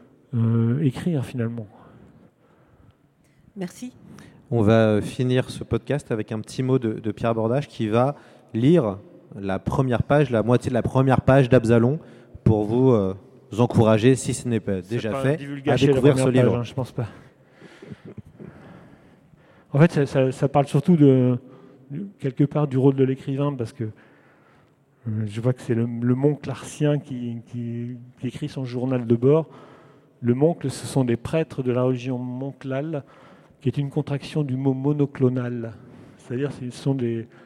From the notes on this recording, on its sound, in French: en direct de la Foire du Livres de Bruxelles